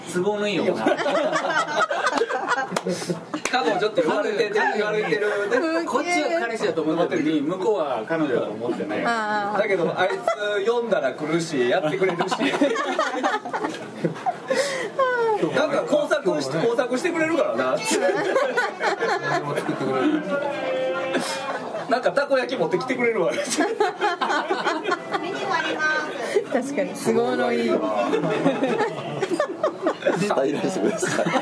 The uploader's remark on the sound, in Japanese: 店内BGMなどのノイズがガッツリです。お聞き苦しいかもしれませんがご容赦下さい。